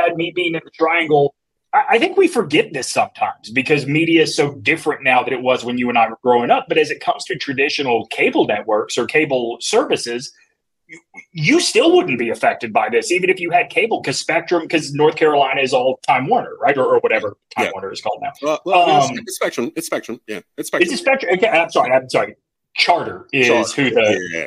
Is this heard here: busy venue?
no